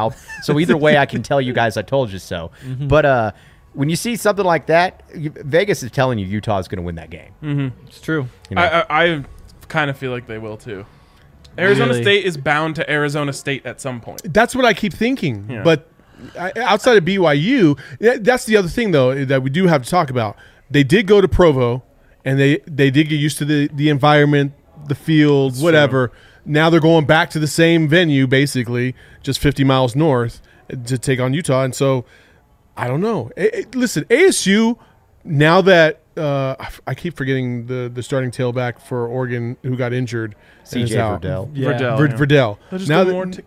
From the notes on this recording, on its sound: The fellas from the PHNX Wildcats crew are LIVE in studio for our first CAMPUS CROSSOVER. LIVE from the DNVR Bar.